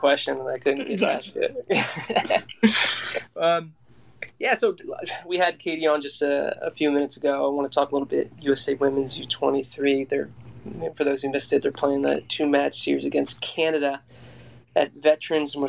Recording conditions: video call